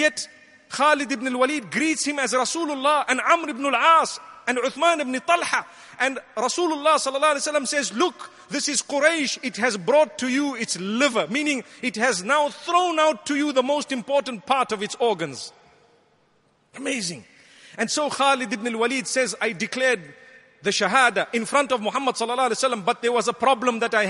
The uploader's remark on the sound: Delivered at Tuanku Mizan Zainal Abidin Musjid.